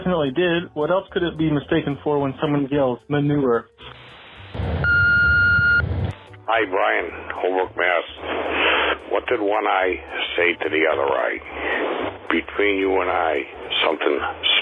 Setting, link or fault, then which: link, phone line